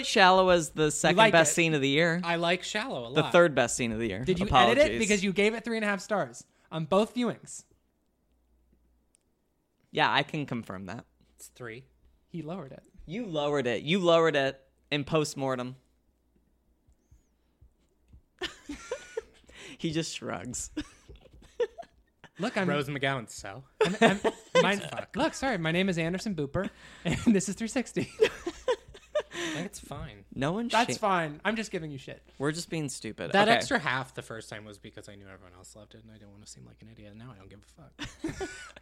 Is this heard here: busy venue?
no